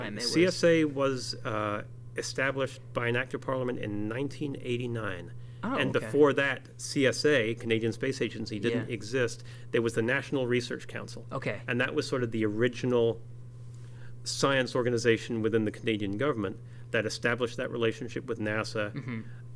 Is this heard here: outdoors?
no